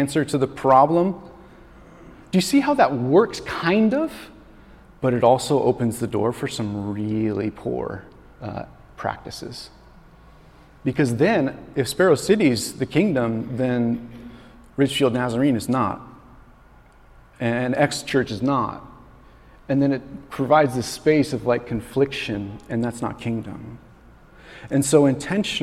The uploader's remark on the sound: This message was recorded on September 10, 2023, at Union Ridge School in Ridgefield, Wa.